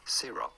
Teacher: You do want to stress on the first syllable, the C syllable.